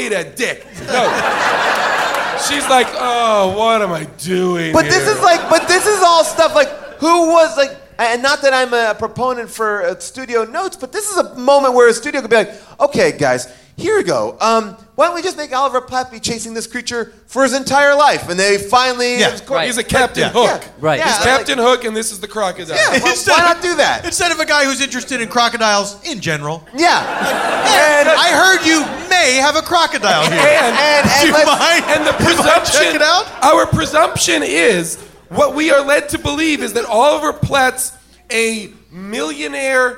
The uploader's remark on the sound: LIVE from Largo in LA. Audience Q&As.